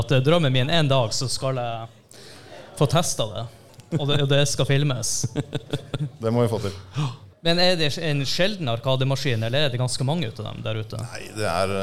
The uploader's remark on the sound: TILTcast 3.0 live-show